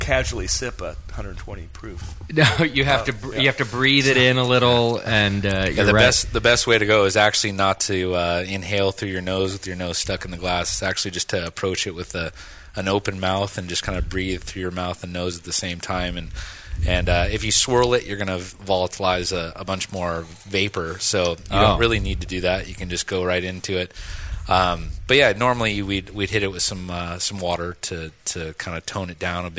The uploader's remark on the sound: Brew Strong: Live from White Labs. Broadcast live from the all new White Labs facility during the Craft Brewers Conference.